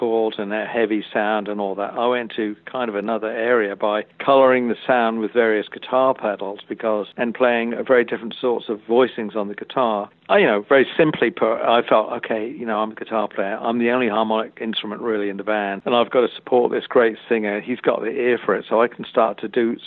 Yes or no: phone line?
yes